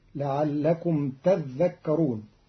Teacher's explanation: قرأ قالون كلمة تذكرون بتشديد الذال فتصير لعلكم تذكرون، وأصلها تتذكرون فأدغم التاء الثانية في الذال فصارت تذكرون.